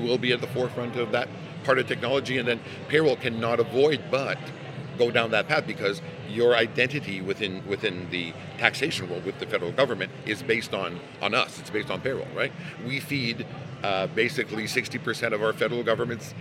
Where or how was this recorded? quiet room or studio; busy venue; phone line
busy venue